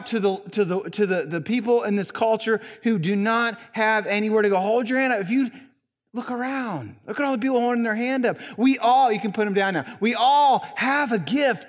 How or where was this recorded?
large echoing room